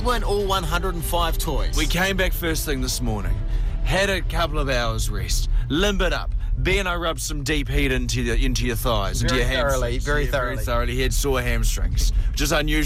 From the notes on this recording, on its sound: try and get as many Reality TV stars on the phone as possible